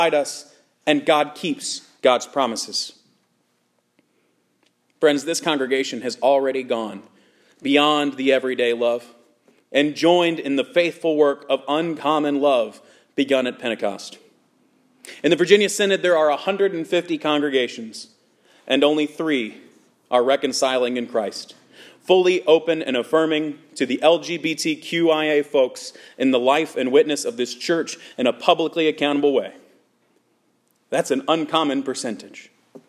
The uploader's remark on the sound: Sermon preached at Good Shepherd Evangelical Lutheran Church in Lexington, VA